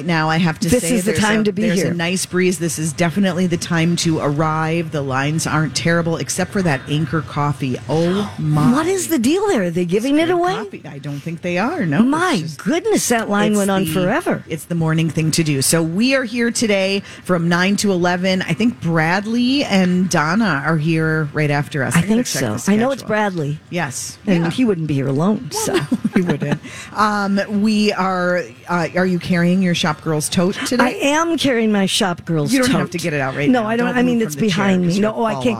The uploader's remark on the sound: LIVE at the State Fair! Live from the Minnesota State Fair!